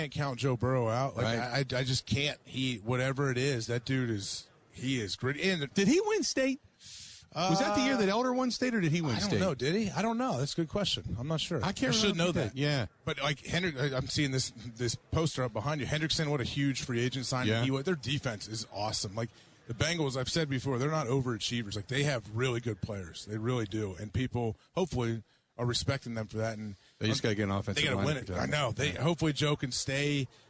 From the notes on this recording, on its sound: live on Radio Row in Los Angeles